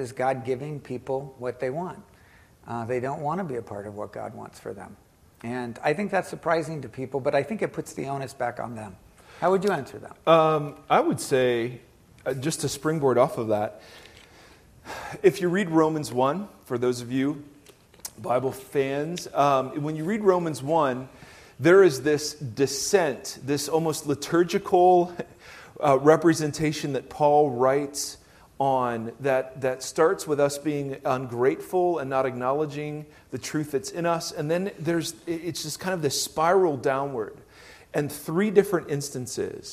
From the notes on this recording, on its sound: Recorded live in the worship center on the Irvine campus.